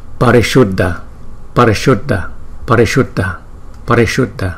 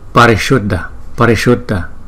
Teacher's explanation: Chữ S này cong lưỡi lên